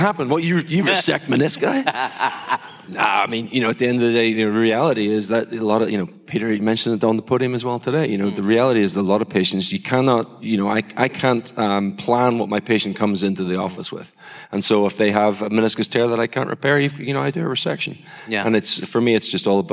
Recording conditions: live audience